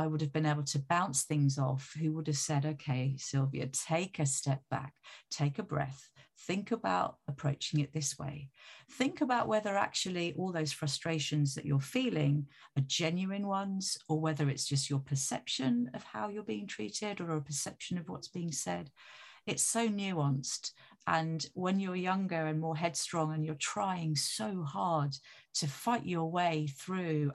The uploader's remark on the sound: Like all of our episodes, this was recorded remotely.